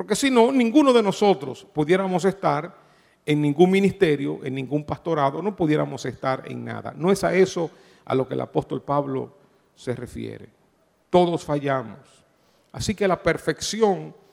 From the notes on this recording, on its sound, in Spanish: Grabado en Iglesia Cristiana Inc.